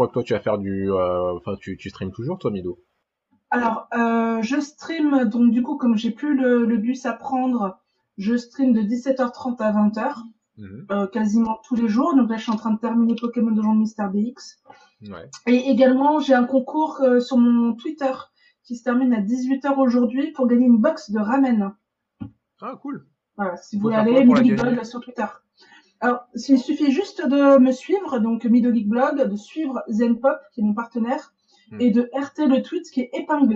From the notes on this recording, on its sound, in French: Navré pour la qualité sonore du podcast il s’agit de notre premier podcast live en mode confiné.